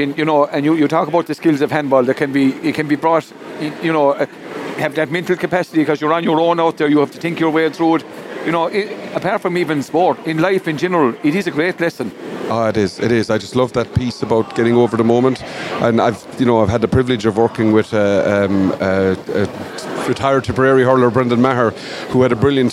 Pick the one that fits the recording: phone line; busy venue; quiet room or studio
busy venue